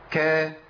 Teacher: لابد لي من خروج نفس فقط، ما يطلعش صوت، نفس غير صوت. همس يعني جرار النفس. · Term: الهمس